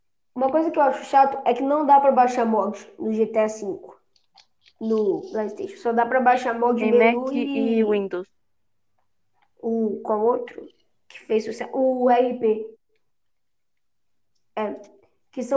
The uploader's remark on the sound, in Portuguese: Me desculpem pela qualidade do podcast, ele é o meu primeiro.